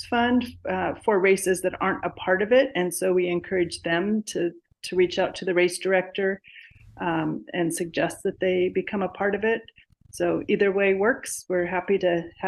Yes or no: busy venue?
no